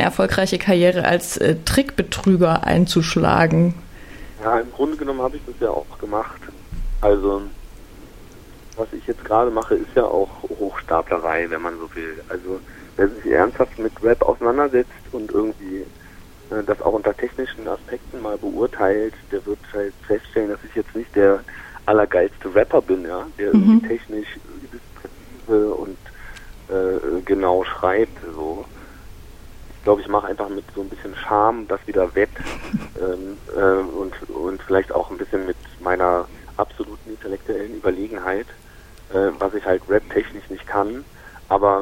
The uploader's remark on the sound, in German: Sorry für die Quali - in unserem Ausweichquartier hatten wir technische Schwierigkeiten mit dem Telefonhybrid - deshalb die vielen "aha", "mhm" und Kichergeräusche...